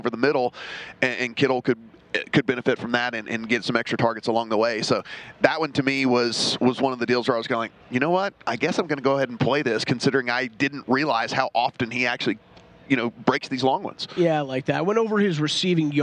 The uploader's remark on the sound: broadcasting live from media row